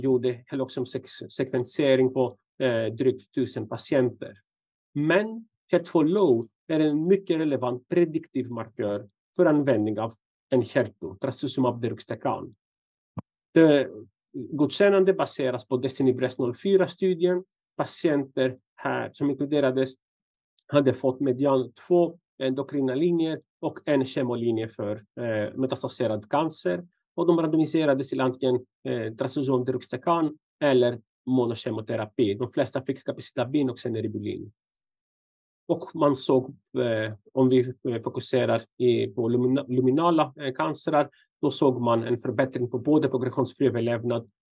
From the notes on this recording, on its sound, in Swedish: Ljudinspelningen från SOFs webbinarium Bröstcancer – smärtbehandling.